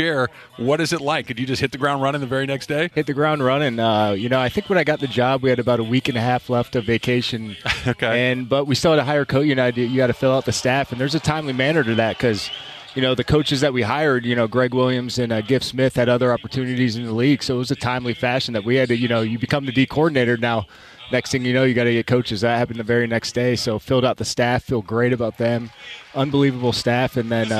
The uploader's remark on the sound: live from YouTube Theater for Rams Revealed